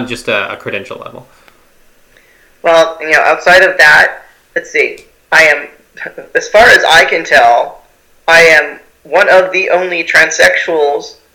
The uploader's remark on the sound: chat with me over Skype